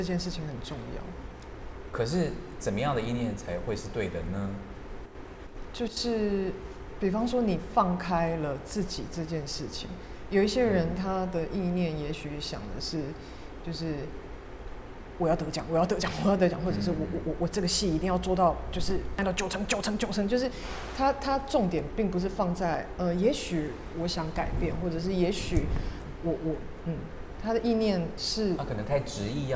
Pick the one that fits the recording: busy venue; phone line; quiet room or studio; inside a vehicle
busy venue